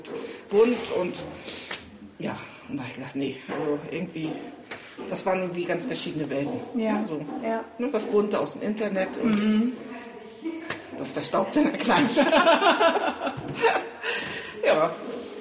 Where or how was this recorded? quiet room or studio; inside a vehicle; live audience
live audience